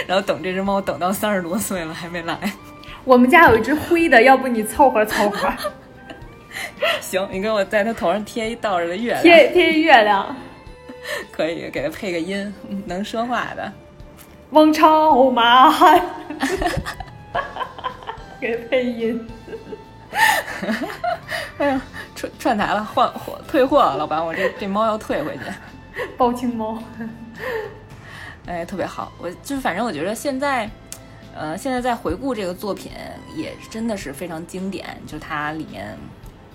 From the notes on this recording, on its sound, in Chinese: 由于是隔着次元壁的合作录音，美少女都自带回音